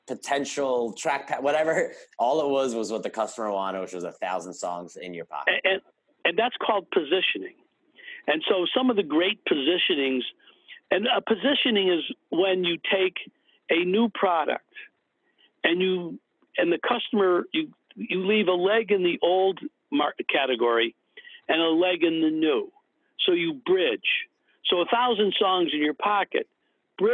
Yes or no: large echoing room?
no